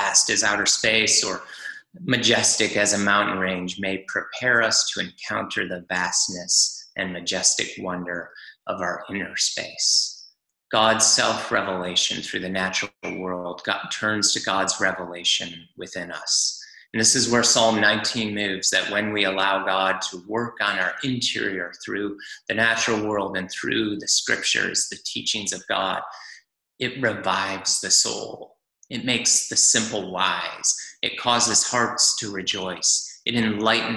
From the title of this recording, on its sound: Zoom Church